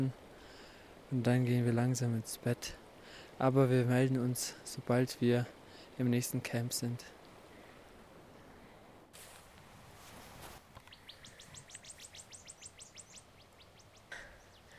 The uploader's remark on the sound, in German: Wir haben den Santa Cruz Trek 4 Tage lang durch die Cordillera Blanca gemacht. Wir haben dich einmal live bei unsere Wanderung mitgenommen.